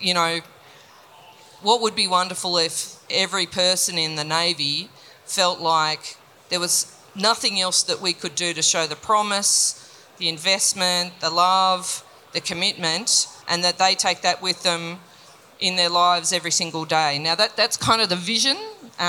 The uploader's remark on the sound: live interview at the Indo-Pacific Sea Power Conference in Sydney